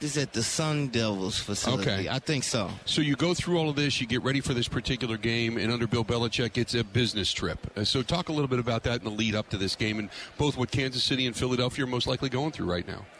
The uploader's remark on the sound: Live From Super Bowl Radio Row